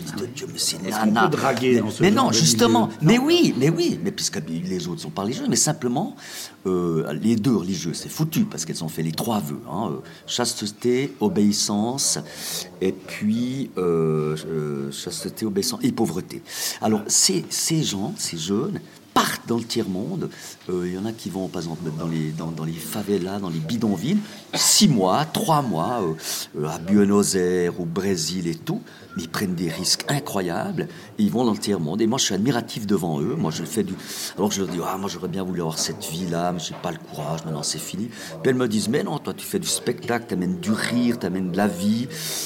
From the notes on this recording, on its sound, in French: Enregistré dans la bon humeur à Pâques au restaurant le Cheval Blanc à Delémont.